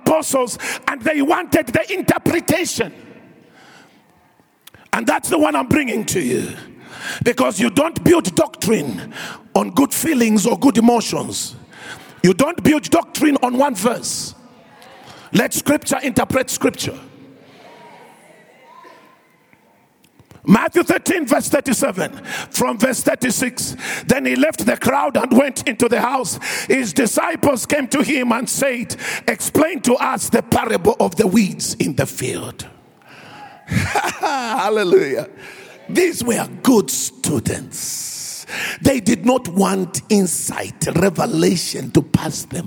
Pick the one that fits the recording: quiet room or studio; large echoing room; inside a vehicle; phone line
large echoing room